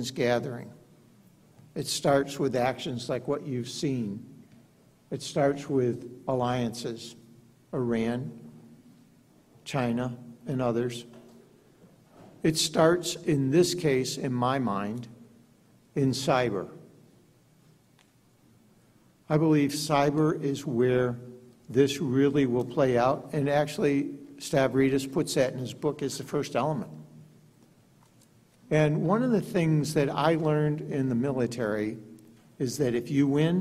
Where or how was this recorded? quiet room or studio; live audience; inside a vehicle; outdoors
live audience